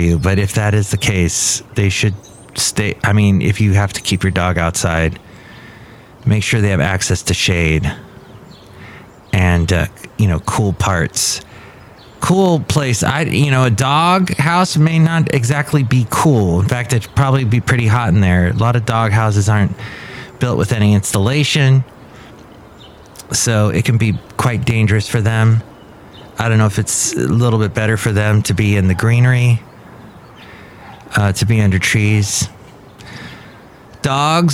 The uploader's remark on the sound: podcasts live from Café Anyway